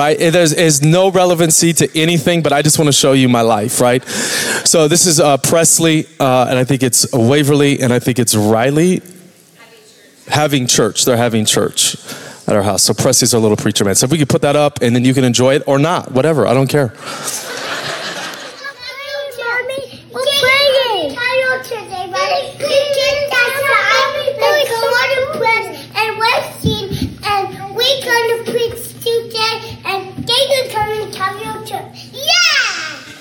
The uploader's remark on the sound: Recorded Live at Capital Church in Meridian, Idaho